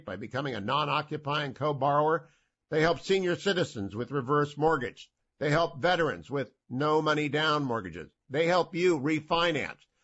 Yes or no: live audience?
no